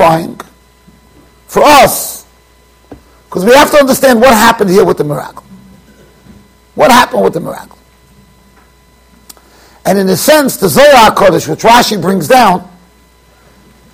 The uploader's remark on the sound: Shiur recorded in Yeshivas Ohr Reuven, Monsey NY.